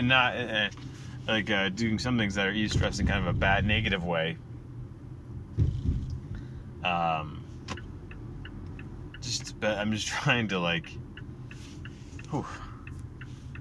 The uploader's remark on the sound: The posting of the THREE morning pods i recorded in my car, that is.